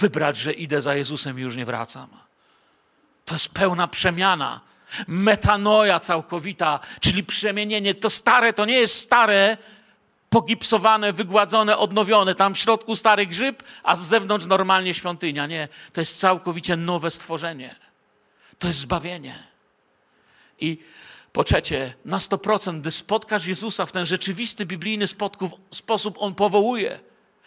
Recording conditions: large echoing room